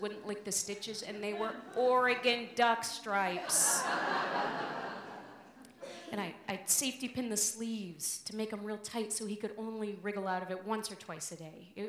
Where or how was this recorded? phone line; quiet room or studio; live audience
live audience